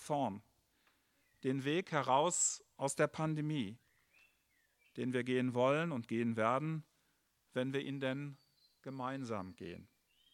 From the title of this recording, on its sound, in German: Gottesdienst Pauluskirche zu Christi Himmelfahrt, 13.5.2021 - Open Air